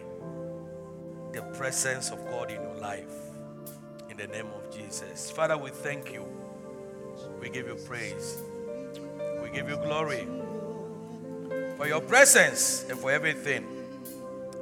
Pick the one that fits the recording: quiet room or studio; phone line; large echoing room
large echoing room